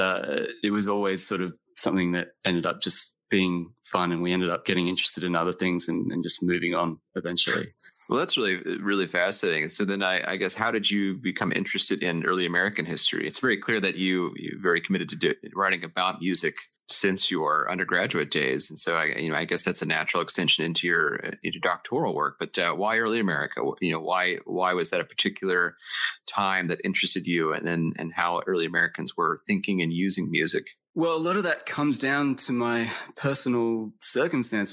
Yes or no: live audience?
no